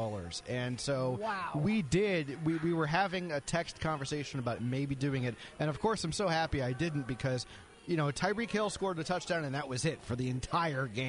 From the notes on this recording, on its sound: Live From SugarFire